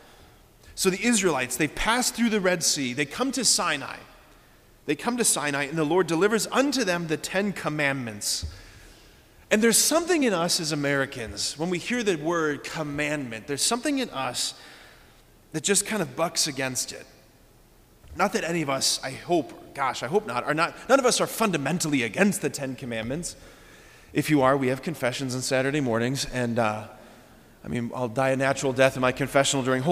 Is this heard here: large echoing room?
yes